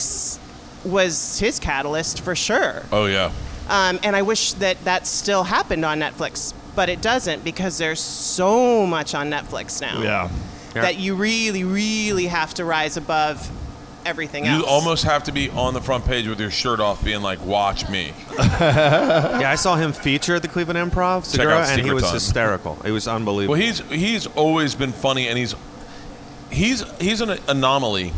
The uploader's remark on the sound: live at The Gundo Comedy Festival!